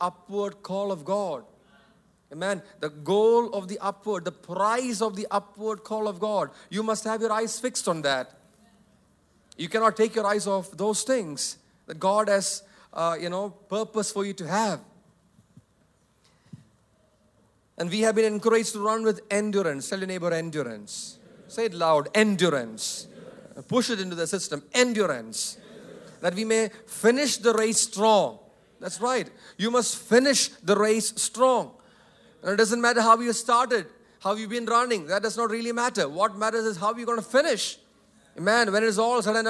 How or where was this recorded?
large echoing room